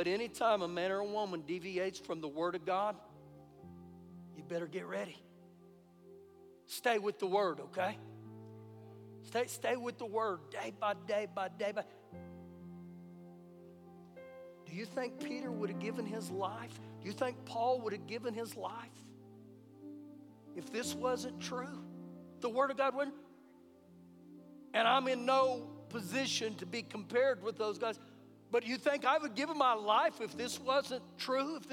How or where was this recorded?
large echoing room